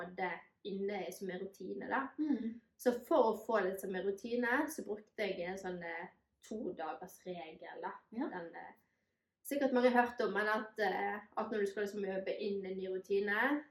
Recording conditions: poor sound quality